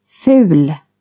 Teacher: Long U with lip rounding. Ful. Short U.